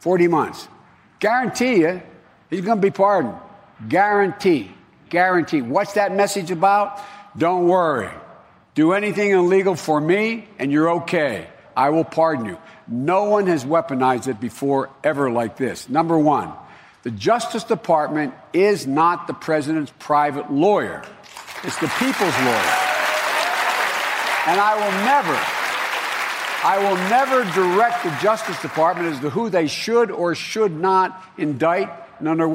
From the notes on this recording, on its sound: questions from voters in Nevada during a live town hall